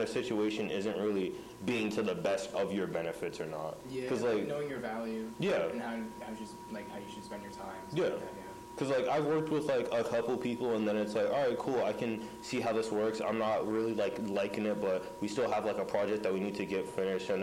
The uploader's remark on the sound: Sorry for the audio issues